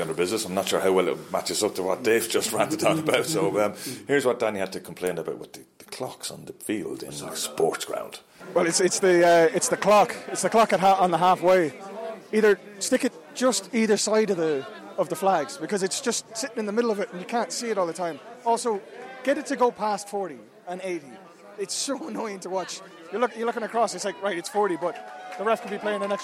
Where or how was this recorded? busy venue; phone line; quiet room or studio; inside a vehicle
busy venue